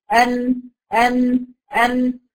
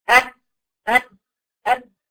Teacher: النون بتخرج من طرف اللسان مع لثة الثنايا العليا زائد مخرج الخيشوم · Shown in: first take · دليل إن أنا قفلت المكان اللي بيخرج منه الغنة، صوت الغنة اللي خارجة من الخيشوم اللي هو فتحتي الأنف